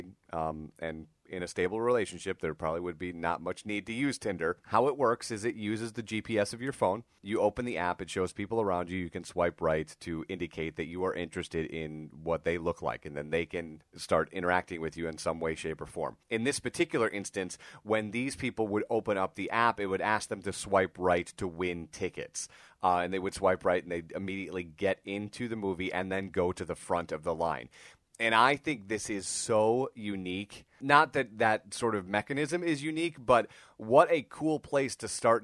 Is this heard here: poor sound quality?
no